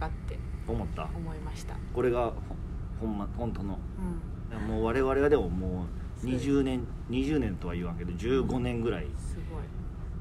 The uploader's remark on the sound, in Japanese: 大阪公演中にシアタードラマシティのロビーで収録しました